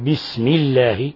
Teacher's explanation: لفظ الجلالة إذا انكسر ما قبله كنحو بسم الله فإنه يرقق لا يجوز تفخيمه لا نقول بسم الله باسم ال وليس باسم